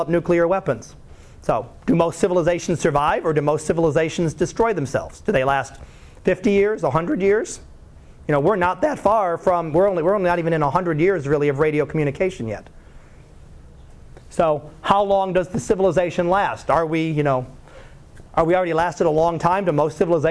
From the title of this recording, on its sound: Live Class Lecture